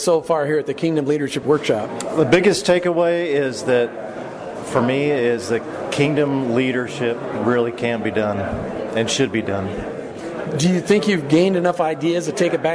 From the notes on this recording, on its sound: skated around the audience of the Kingdom at Work Conference in Lubbock (Tx)